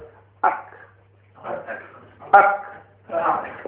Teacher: the back of the tongue rises and touches the soft palate, which is slightly towards the mouth, not towards the uvula. So it's touching the palate. · Term: kaf